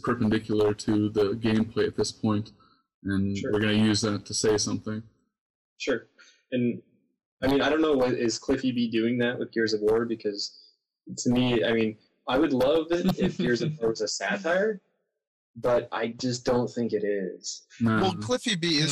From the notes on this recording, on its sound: I apologize for the audio quality as this is our first attempt at a podcast.